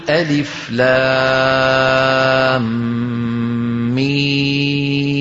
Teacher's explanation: هذه الميم مديتها 6 حركات لأنها مد لازم حرفي مخفف